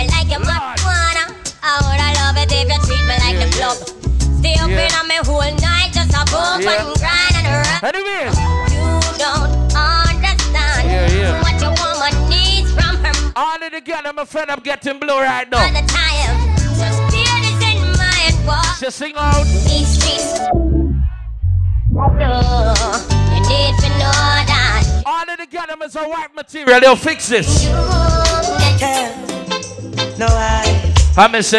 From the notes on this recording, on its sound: Live In Mary's Resort Bartica